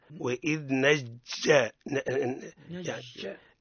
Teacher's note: صفة الشدة التي ينتج عنها التعطيش